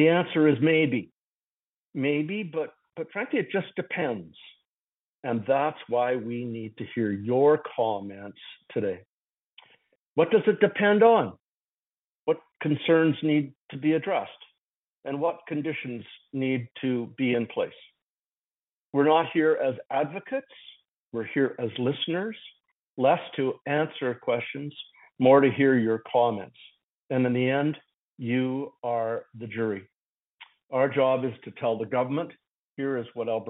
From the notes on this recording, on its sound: Northern Alberta Telephone Townhall